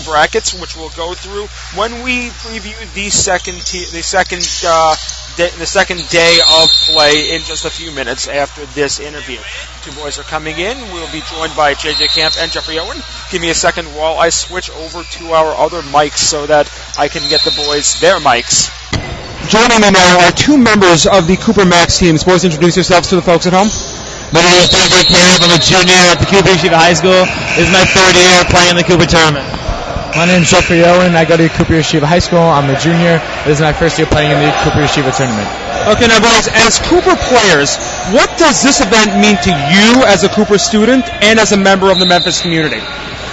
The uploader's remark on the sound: Recorded live at The 2015 Cooper Memphis Invitational Basketball Tournament.